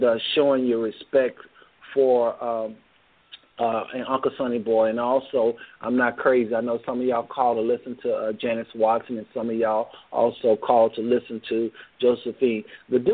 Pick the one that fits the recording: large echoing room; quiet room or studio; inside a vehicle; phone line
phone line